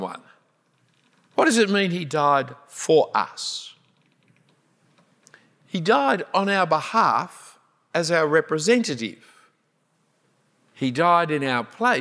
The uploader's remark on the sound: A talk preached at St Helens, London. UK 2018 Passion for Life.